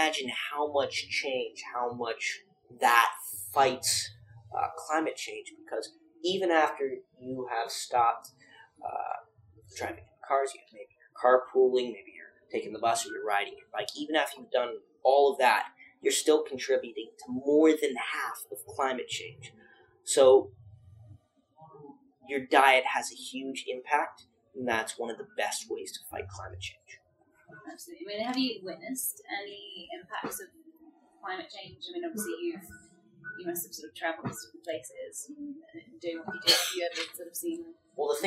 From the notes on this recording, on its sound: was recorded at the Illegal Wildlife Trade Conference in London in 2018.